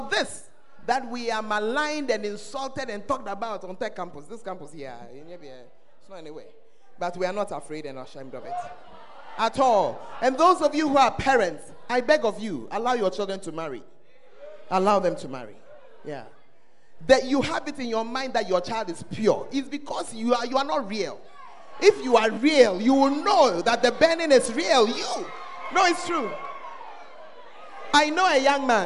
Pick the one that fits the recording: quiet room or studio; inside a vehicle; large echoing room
large echoing room